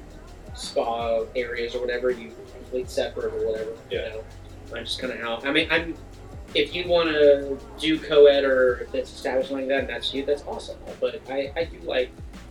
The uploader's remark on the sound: On location recording at The Gents Place.